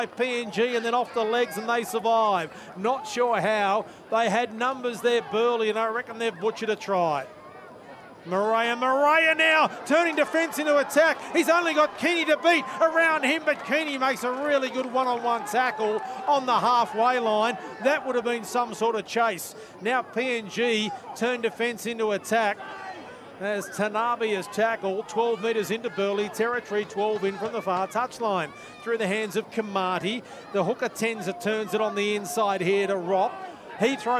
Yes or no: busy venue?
yes